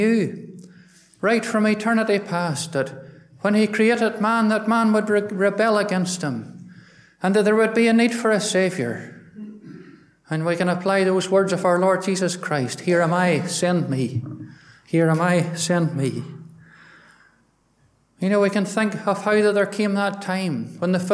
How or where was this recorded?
large echoing room